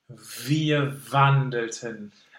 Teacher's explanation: to make clear this alliteration, it's a really long-sounded consonant. And voiced, super-voiced. · Term: phonetic V